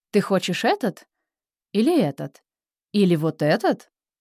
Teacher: Каждый вариант с вопросительной интонацией. Последний с легким подъемом тона, как предложение.